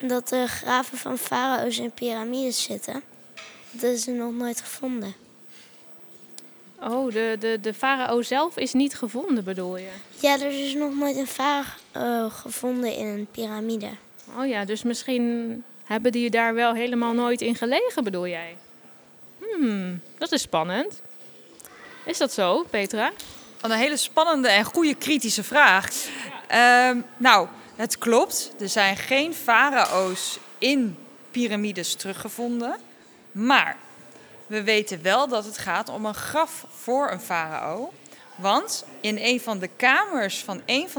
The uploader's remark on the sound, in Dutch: Zijn we live aanwezig in het Rijksmuseum van Oudheden in Leiden, ter ere van het Weekend van de Wetenschap. Midden in de museumzaal. Samen met een heleboel nieuwsgierige kinderen.